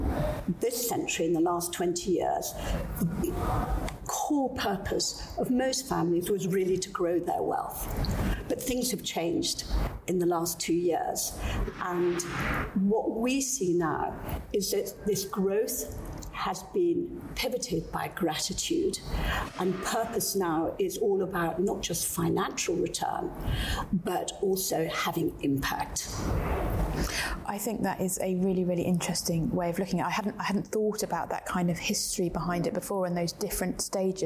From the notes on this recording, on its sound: Recorded backstage at our 2021 private wealth conference in London